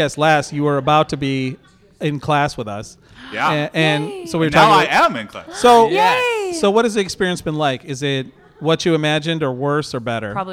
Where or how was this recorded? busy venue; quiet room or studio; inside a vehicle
busy venue